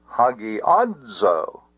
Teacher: The word hagiadzo, the dzo is a long syllable, a long vowel, so the accent cannot go back to the gi. The accent can be placed on the ah, and it can only be an acute accent.